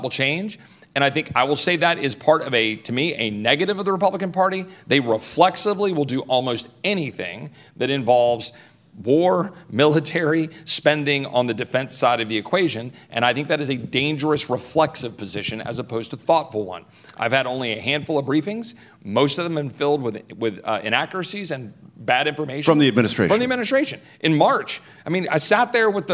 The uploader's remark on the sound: Live from the Texas Tribune Fest. A conversation before a live audience at the Texas Tribune Festival in Austin, TX.